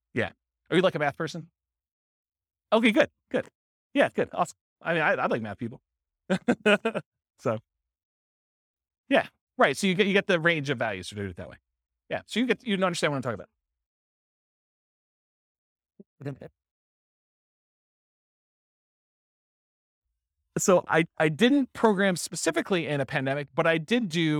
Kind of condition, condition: setting, live audience